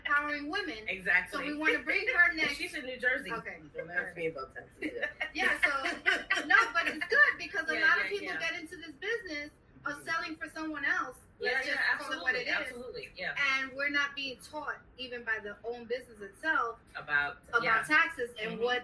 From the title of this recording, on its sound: Salty Coffee Networking Party LIVE